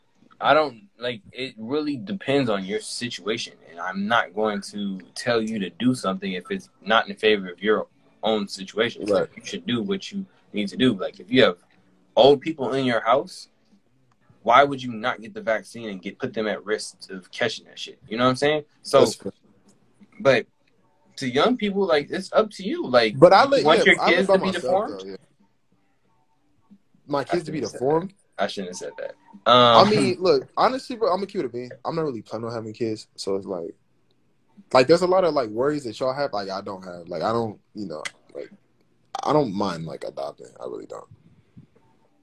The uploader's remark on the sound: hopped on Instagram live